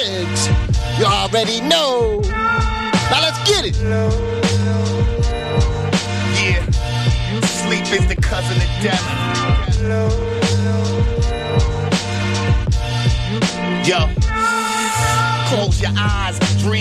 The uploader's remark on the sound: on location at Tone Coffee Shop High Wycombe